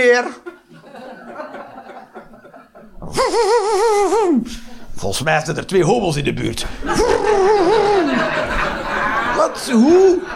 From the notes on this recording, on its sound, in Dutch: Live 22 Maart 2023, bij ComedyhuisClub, Utrecht